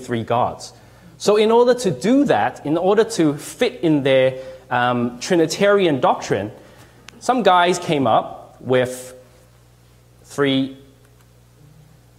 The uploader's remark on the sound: Delivered this message at LHIM ‘s annual 2017 Kingdom Fest. Delivered this message at LHIM ‘s annual 2017 Kingdom Fest.